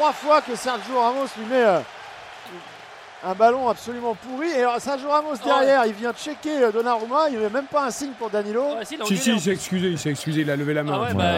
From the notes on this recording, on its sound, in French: en direct de l'Estadio da Luz